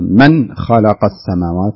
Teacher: هنا إظهار من خلق، لا تقول ما خلق